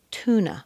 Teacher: The A on tuna is actually a weak stress. It's a schwa